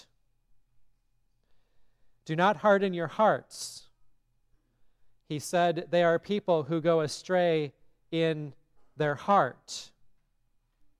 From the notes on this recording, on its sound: from the service at Grace Lutheran Church, Lexington, MO on February 4, 2024